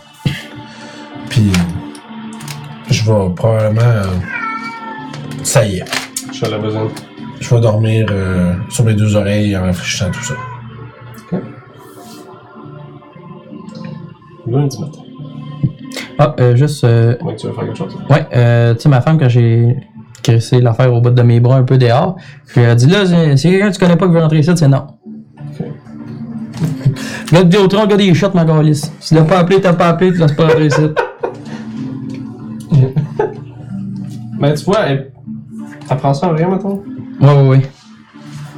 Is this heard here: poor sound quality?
yes